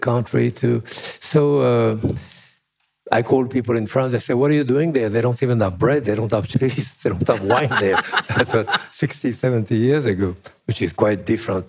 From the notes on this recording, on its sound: Sit down in front of a live audience in Madison, CT.